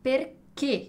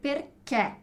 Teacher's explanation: meu sotaque tem o som mais aberto, então eu vou dizer perché · Shown in: second take